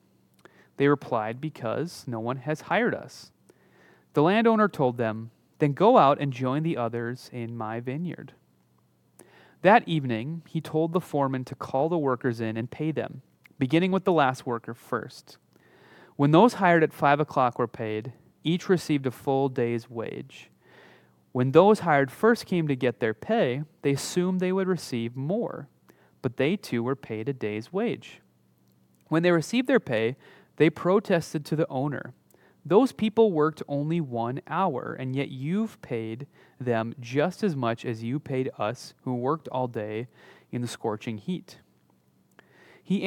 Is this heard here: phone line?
no